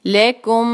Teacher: लकुम जो है वो बिल्कुल सिंपल है, लाम एक हरका फतह के साथ, और आगे कुम, लकुम। अब आगे मीम साकिन के बाद आ रहा है मीम, तो ये हो गई इदगाम मिसलैन, यहाँ पे हम इसको दो हरका खींचेंगे